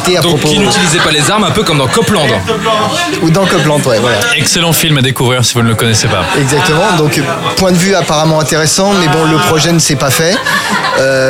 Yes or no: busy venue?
yes